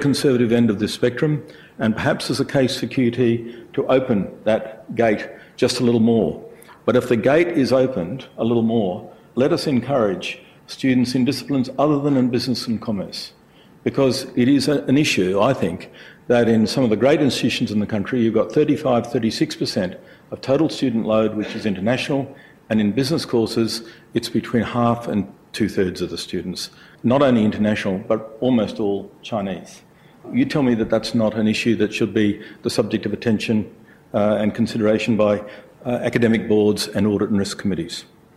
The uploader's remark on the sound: IFE Grand Challenge Lecture. At QUT.